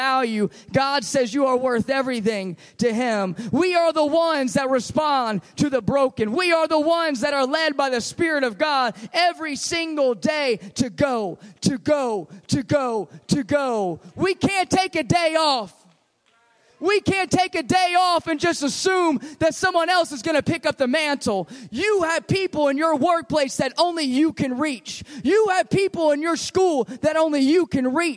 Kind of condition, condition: setting, large echoing room